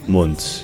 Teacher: le U, ça se prononce comme un O court, ou plutôt intermédiaire entre un O et un O.